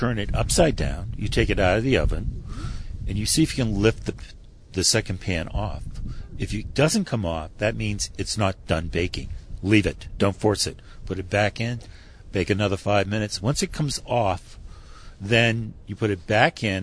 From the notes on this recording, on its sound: During the IACP conference in Santa Fe, New Mexico. We sat at a table outside. You will even hear the birds singing in the background.